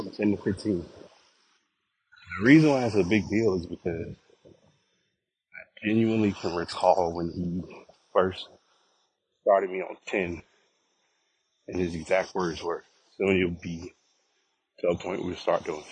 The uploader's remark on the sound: Walking Recording